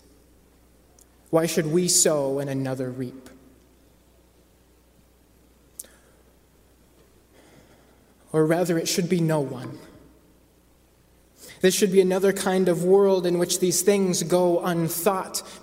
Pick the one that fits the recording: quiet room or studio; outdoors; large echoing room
large echoing room